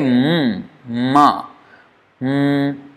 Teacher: this nasal sound is coming entirely from the nose. It's not coming from the mouth at all. So because you're completely stopping it at the mouth.